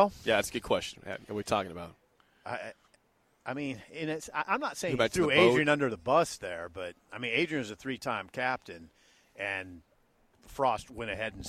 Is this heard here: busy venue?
yes